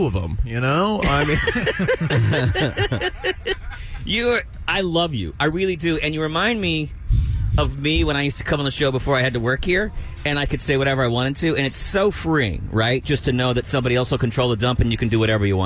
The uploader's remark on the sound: Live From Republic Square.